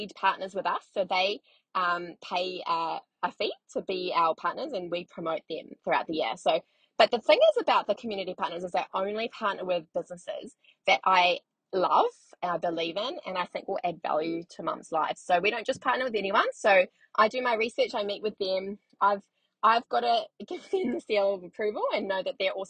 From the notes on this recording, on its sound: On the way to Carindale to pick my son up from the movies. I should record a podcast for busy mums whilst I am also in the car being a busy mum.